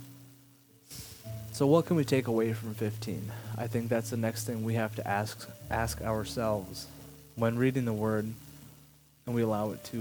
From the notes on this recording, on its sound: Something went wrong with the audio, has a quiet crackle sorry.